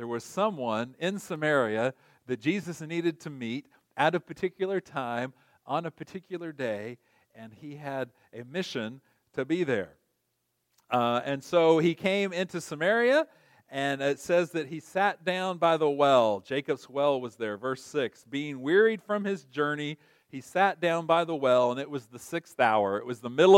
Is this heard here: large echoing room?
yes